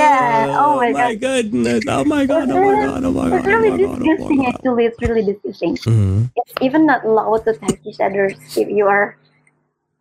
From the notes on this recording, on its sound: Apologies for the static